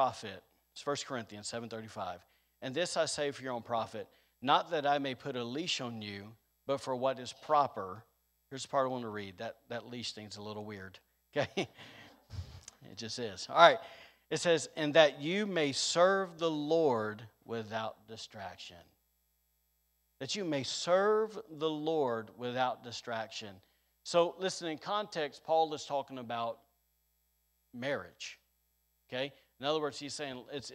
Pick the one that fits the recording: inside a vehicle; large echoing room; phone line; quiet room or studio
large echoing room